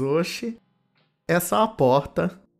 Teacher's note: O R do seu amigo baiano tem outro nome, né? Ele é um R aspirado.